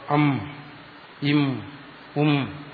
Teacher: അനുസ്വാരത്തെ സംബന്ധിച്ചിടത്തോളം നാസികയാണ് സ്ഥാനം